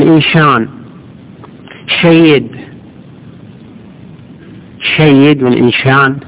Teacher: ناس ما يقدر ينطقوا السين كله يخليها شين